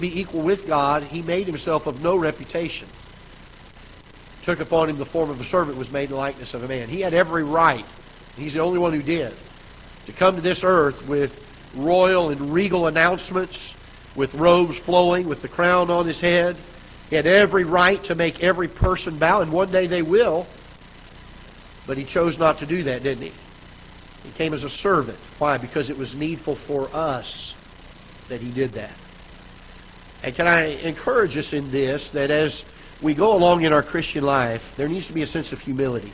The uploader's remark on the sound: Ketha Heights Baptist Church ~ Live Broadcast